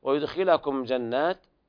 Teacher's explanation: إظهار شفهي لوقوع الجيم بعد الميم الساكنة